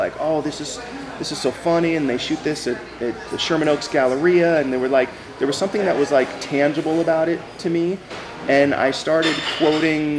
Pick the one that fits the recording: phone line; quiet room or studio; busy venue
busy venue